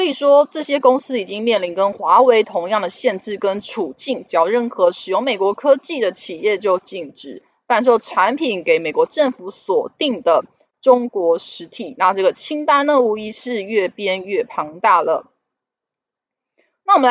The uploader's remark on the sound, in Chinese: 本集有些許雜音，已亟力避免，如有察覺請多多包涵